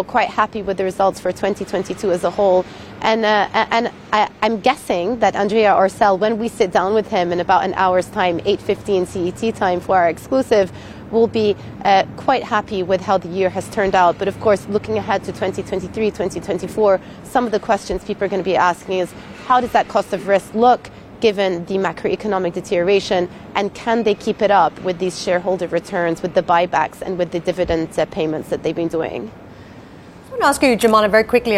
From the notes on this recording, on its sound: we are live at the annual Baker Hughes meeting in Florence.